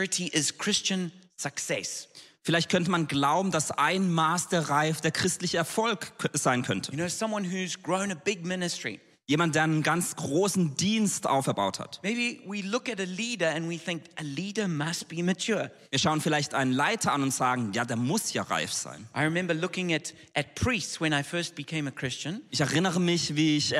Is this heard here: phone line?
no